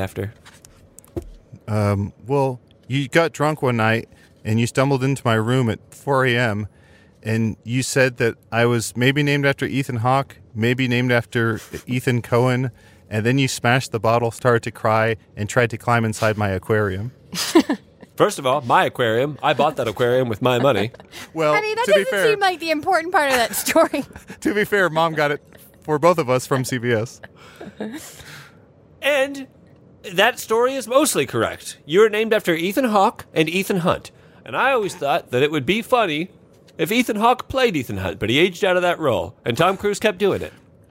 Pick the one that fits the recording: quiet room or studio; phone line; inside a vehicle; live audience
inside a vehicle